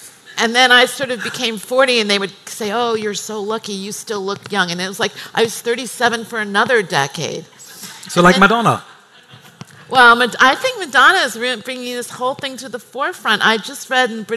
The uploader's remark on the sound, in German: live vom Emotion Women´s Day 2019